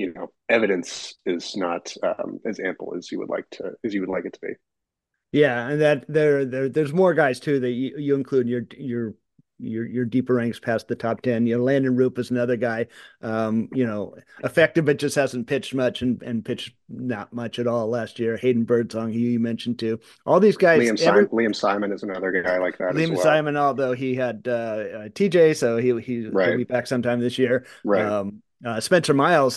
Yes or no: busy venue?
no